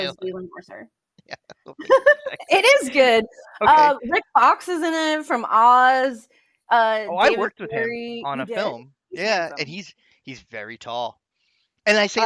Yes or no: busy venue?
no